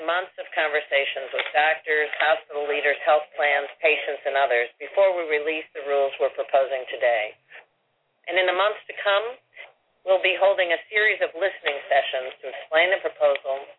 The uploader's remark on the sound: Replay: HHS Conference Call on Accountable Care Organizations.